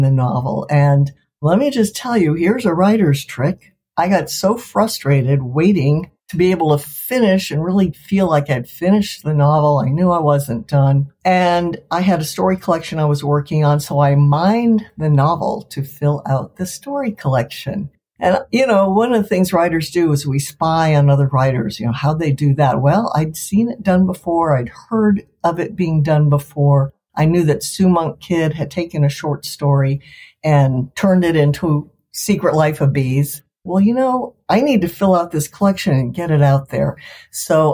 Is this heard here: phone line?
no